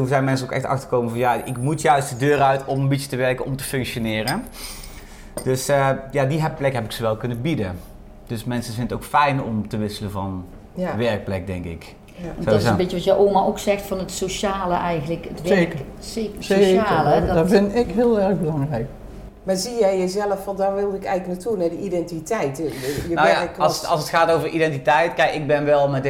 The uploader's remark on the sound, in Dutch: Deze keer is het keukentafelgesprek opgenomen in Lunchroom Juuts. Dit heerlijk knusse restaurantje vindt je op terrein Sectie C aan de Daalakkersweg in Eindhoven.